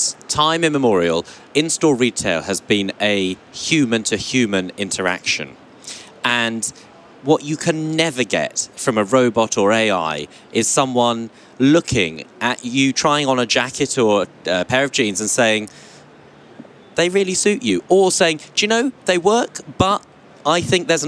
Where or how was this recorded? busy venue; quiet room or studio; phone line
busy venue